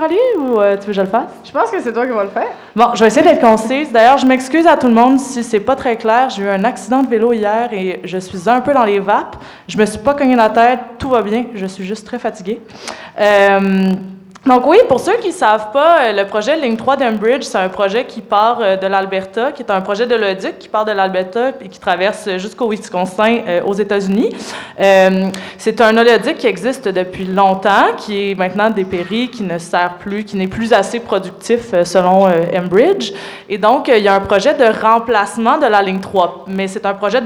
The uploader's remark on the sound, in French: Enregistré devant public, le dimanche de 17h à 19h, à La Cale Pub Zéro Déchet au 6839 rue St-Hubert à Montréal.